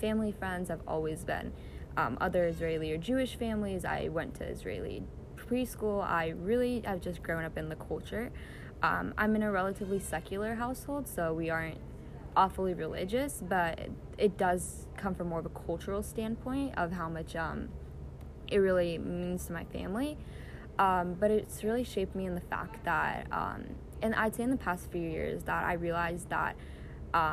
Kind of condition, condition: fault, background noise